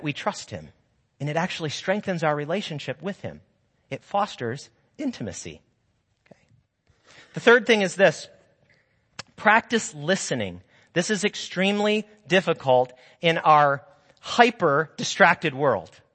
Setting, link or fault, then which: setting, large echoing room